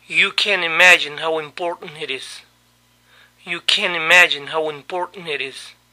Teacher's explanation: La T de can't no se pronunció. Se hizo un glottal stop en la palabra important. Y la T de it se pronunció como nuestra R.